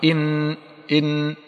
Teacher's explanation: الهواء والصوت يخرج منين؟ من الخيشوم · ستجد أن طرف لسانك يلتصق بمقدم الحنك الأعلى · Term: النون